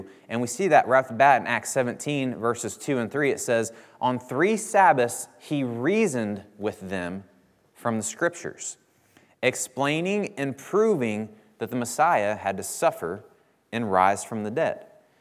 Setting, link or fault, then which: setting, large echoing room